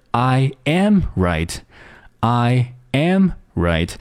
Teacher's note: 我们能够明显地听到这个 am 会比 I 和 right 要更高一些，更重一些，也要更长一些。 · Term: 强调